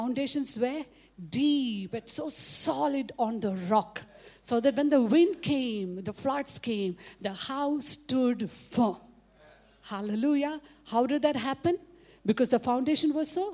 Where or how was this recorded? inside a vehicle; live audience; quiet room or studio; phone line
live audience